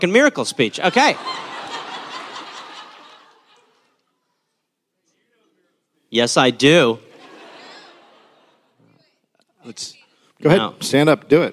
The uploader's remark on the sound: Recorded live in Nashville.